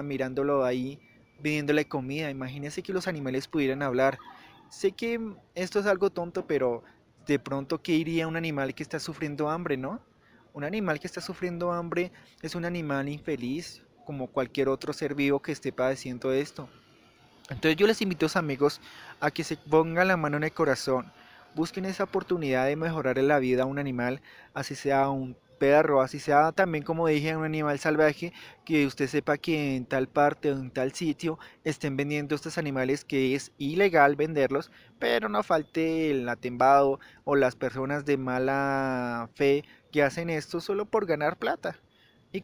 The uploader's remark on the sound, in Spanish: Este episodio fue grabado en un parque